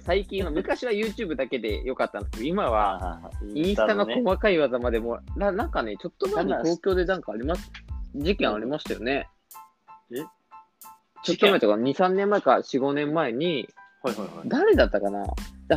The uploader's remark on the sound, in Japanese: リモート収録